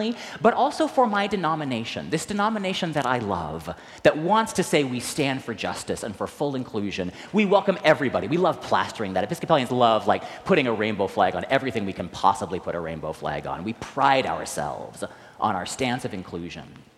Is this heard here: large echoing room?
yes